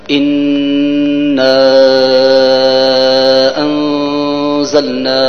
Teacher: نخفي النون الساكنة بمقدار حركتين، بغنى بمقدار حركتين في حرف الزاي الذي يعتبر من حروف الإخفاء.